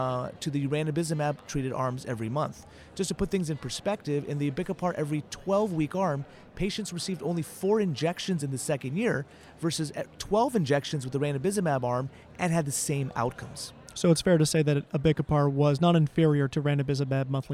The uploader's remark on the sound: From AAO Retina Subspecialty Day. Live from the BMC booth.